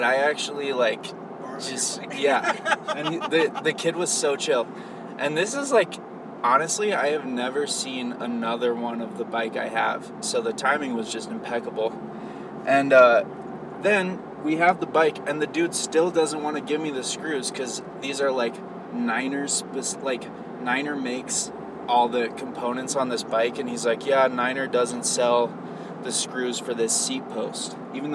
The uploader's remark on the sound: This episode was recorded in the spring of the 22/23 season while driving up to Vail. You'll feel like you're right there in the car with us.